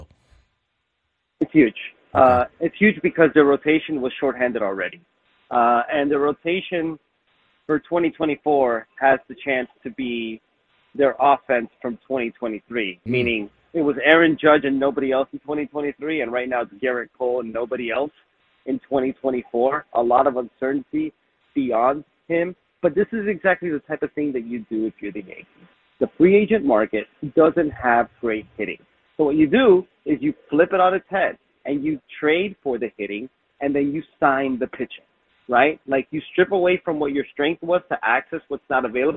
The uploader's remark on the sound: took some phone calls